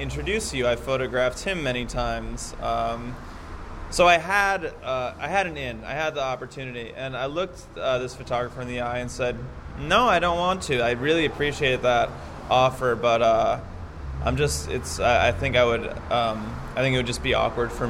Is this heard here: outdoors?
yes